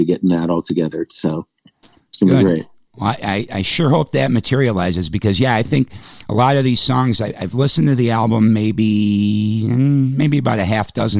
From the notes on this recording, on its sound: join us by phone